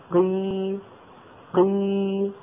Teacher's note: إذا أشبعنا صوت هذه الكسرة يعني مططناه قي قي تولد من هذا المط ياء، وهذه الياء هي أم الكسرة كما أن الواو هي أم الضمة والألف أم الفتحة.